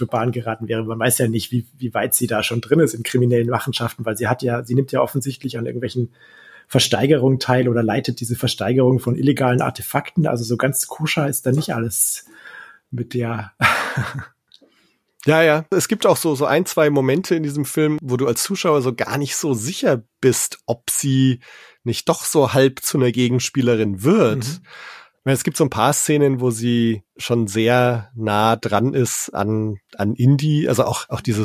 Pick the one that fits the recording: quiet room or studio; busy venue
quiet room or studio